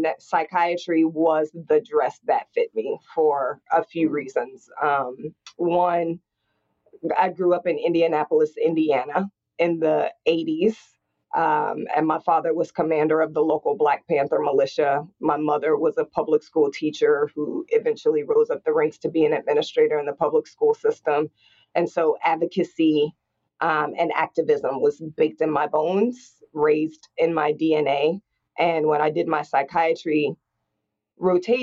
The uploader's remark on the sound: Live from the Rock Health Virtual Summit